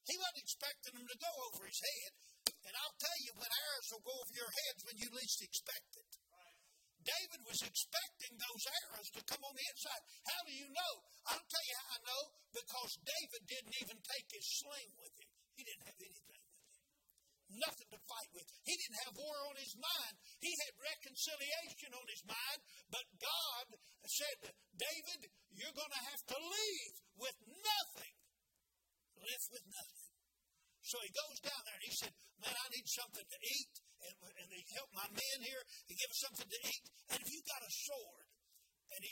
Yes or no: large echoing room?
yes